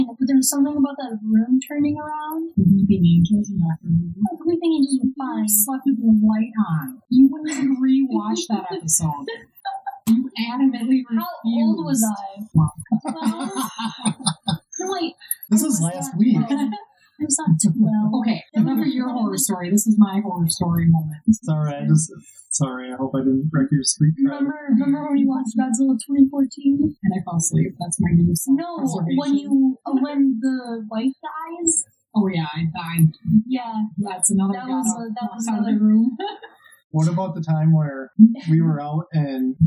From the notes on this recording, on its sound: fudged the recording and it sounds a lot like poop